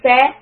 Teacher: when I say sa, the tongue is flat, the tip of the tongue is more towards the front teeth. · Term: seen